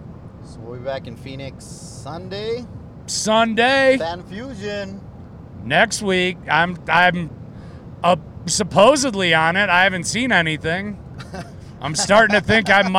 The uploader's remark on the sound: Texallent Carcast